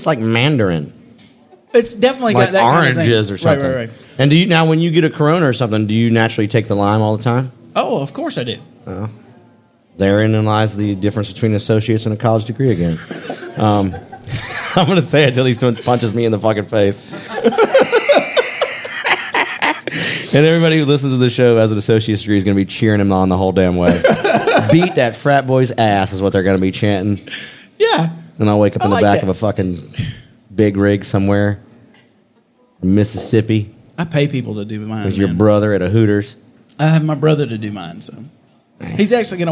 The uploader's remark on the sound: Live from Uncle Pearle’s Tavern in front of a real live audience, down in the basement of the Buford Variety Theater, in Buford, Georgia.